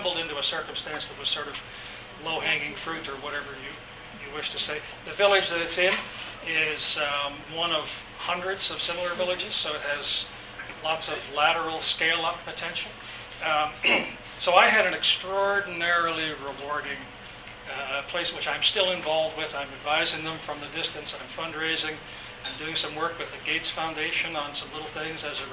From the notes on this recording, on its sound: This podcast was recorded during CUSO-VSO's 50th Anniversary in Victoria, BC.